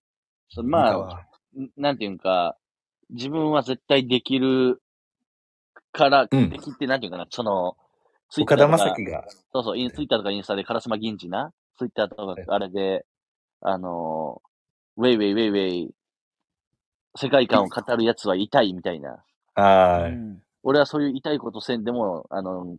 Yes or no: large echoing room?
no